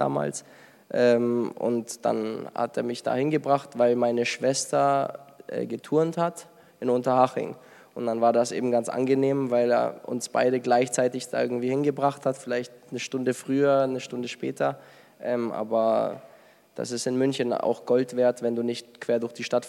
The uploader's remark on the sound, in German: Wir waren mit dem Arminia-Podcast wieder live in Ostwestfalen unterwegs. In unserer Nachbargemeinde Steinhagen haben wir bereits zum vierten Mal vor Publikum aufgenommen.